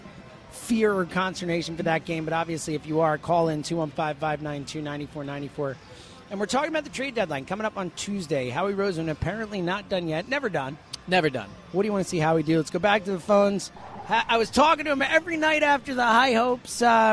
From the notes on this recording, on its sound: live at Parx Casino